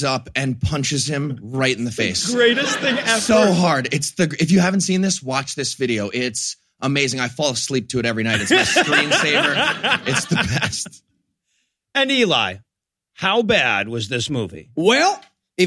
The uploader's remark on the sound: A Funny Thing Happened on the Way to the Moon LIVE from QED. This week, the gang teams up live from QED in Manchester, England.